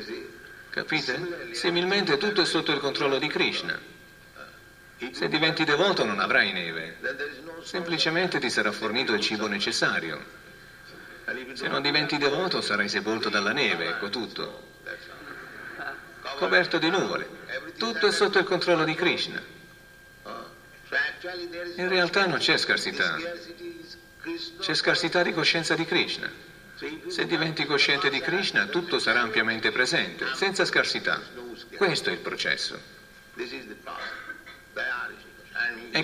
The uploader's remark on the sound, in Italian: in diretta dal Tempio di Villa Vrindavana